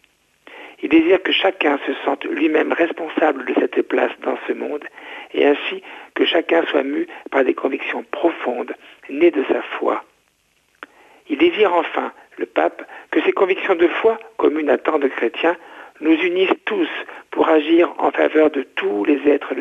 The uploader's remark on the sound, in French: invité par téléphone